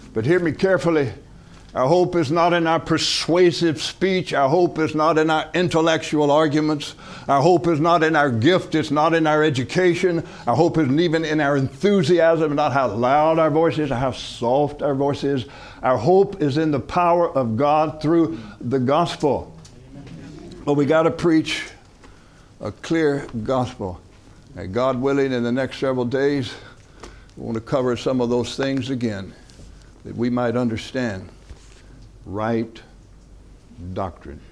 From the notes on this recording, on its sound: From the HeartCry Asia Conference 2023